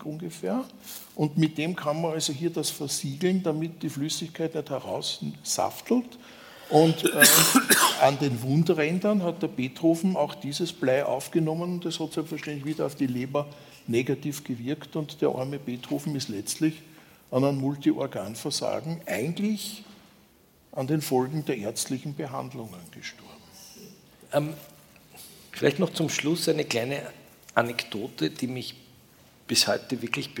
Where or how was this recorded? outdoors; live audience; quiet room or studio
live audience